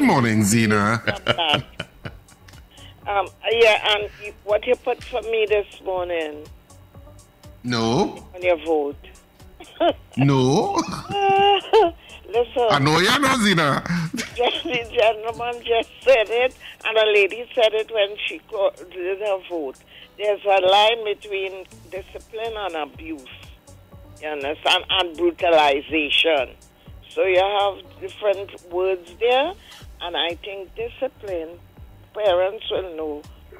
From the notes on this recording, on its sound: we take more calls from the audience